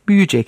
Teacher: Mesela büyük ve cek birlikleri birbirine bağlanınca aradaki k konsonantı düşerek yeni birlik büyücek şeklini alır · Term: konsonant düşmesi